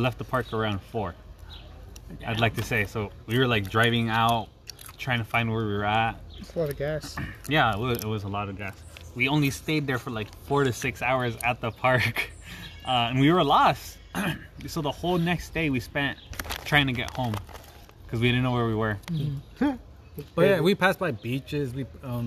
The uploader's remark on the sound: We sit outside and record an episode